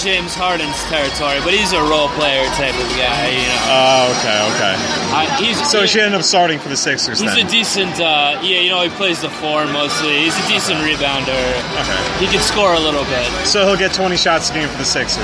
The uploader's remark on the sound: Live from MSG